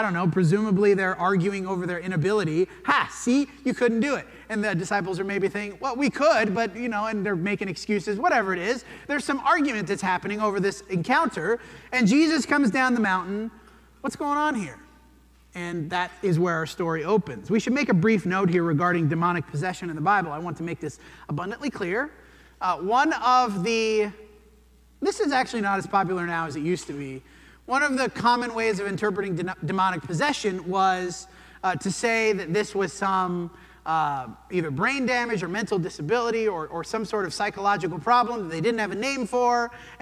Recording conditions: large echoing room